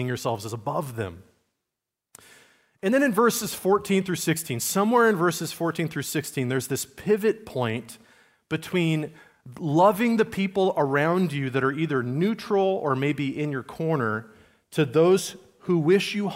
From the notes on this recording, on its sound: Message recorded at Liferoads Church in Spokane, Washington, on Sunday, October 8, 2023.